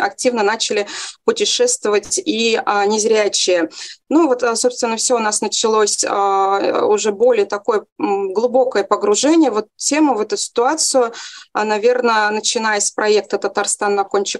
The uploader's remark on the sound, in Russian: Видеозапись вебинара